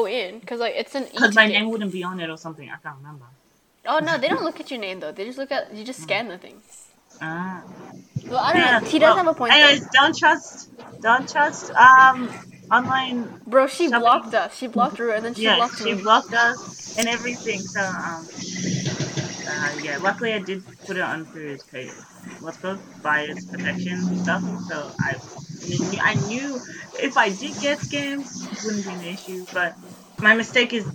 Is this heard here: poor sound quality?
yes